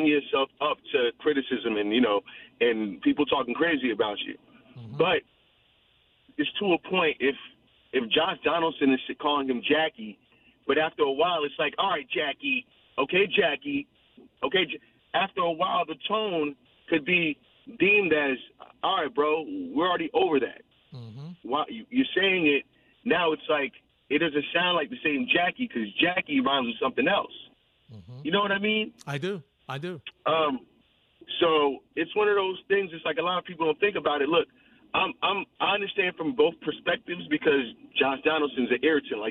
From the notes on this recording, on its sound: We head to the phones. We take more calls on the Donaldson situation.